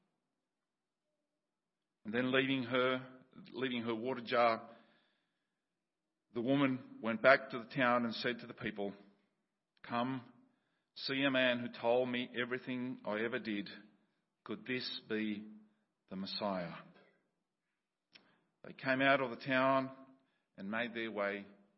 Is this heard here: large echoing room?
yes